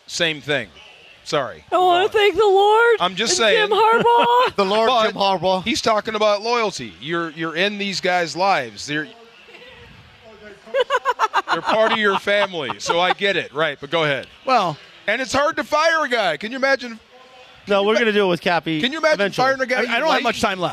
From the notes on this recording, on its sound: The crew is live from Yaamava